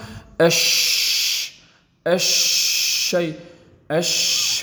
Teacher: انتشار صوت الشين من مخرجه حتى يصطدم بالصفحة الداخلية الأسنان العليا والسفلى · Term: التفشي